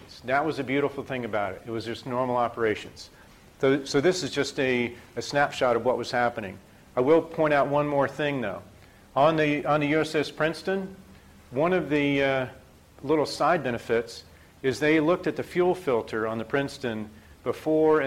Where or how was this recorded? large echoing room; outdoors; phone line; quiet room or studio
large echoing room